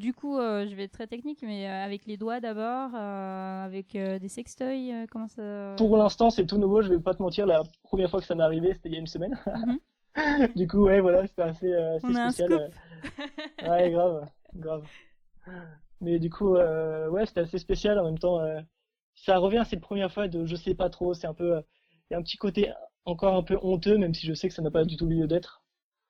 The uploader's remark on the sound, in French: Comme vous l’entendrez, l’interview a été une nouvelle fois faite par téléphone… merci pour votre indulgence en termes de son !